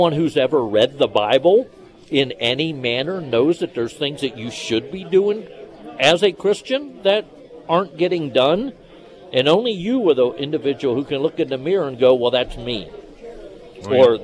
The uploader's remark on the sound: Live at Scramblers Diner.